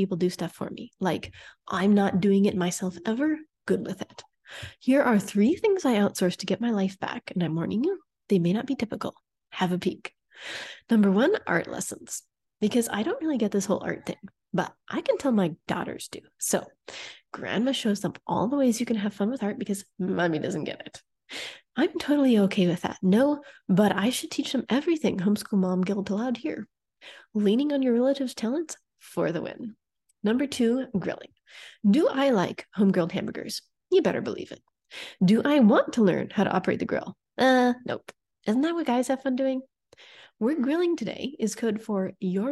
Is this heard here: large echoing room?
no